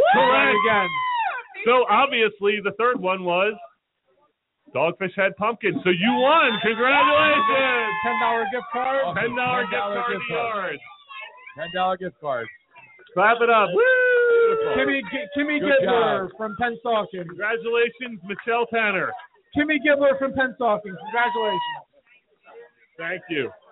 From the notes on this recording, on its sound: Live from the Mexican Food Factory in Marlton, NJ